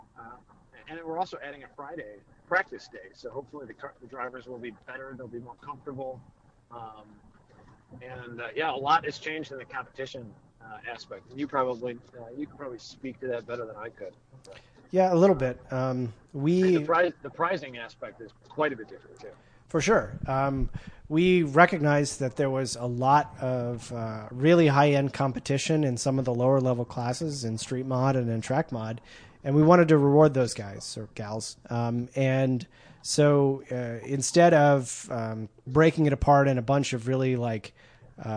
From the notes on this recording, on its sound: Stuck in traffic in Detroit on his way back from a racetrack. Test a new recording method and its not terrible.